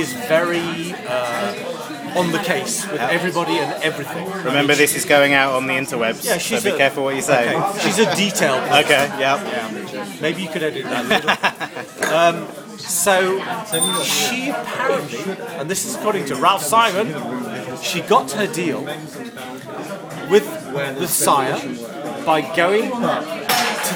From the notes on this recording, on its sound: audioblog at Le Crillon